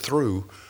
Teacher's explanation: if you follow your tongue through your mouth when you're saying the word through, it starts out the front and goes right back